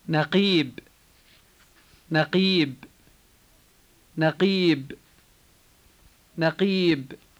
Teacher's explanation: This word contains the K-like sound which is said far back in the throat and which we write as a Q.